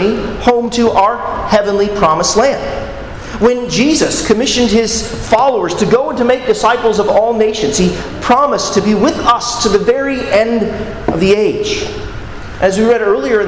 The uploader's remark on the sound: at Arlington Baptist Church in Arlington, Virginia